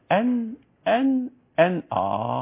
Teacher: نجتهد ونوصل للهدف اتفضل بالنسبة مخرج النون عندها اقوله ال اهي مخرج النون اهي طرف اللسان اهي مع اللثة ال ان ان ان في فرق بقى بين النون واللام هكذا